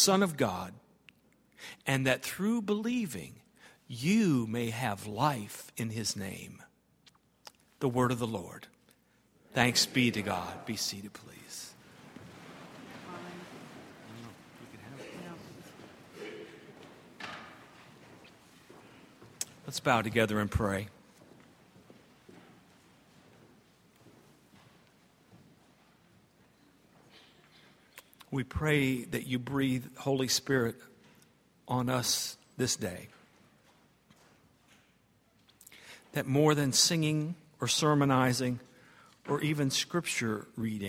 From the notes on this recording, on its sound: at Highland Baptist Church